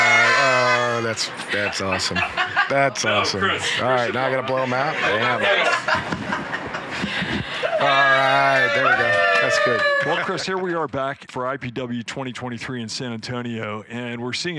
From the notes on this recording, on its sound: Live From IPW. On the floor at IPW.